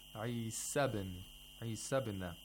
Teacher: It becomes a fatha because there is a hamzatul wasl after the long vowel of Isa. So the long vowel becomes short. It becomes a fatha.